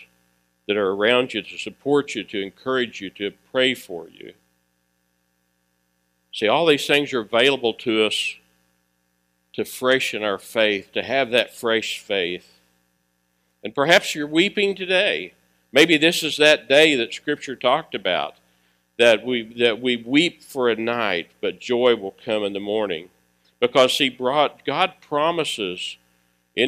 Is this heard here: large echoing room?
yes